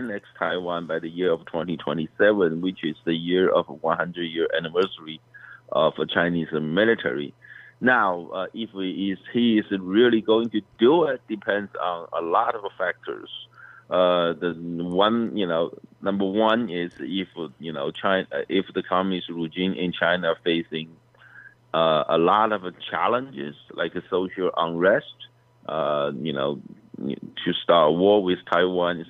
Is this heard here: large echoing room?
no